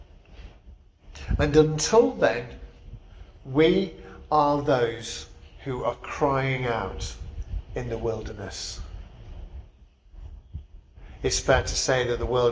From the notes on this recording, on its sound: Preached at St Barnabas, Swanland on 10th December 2023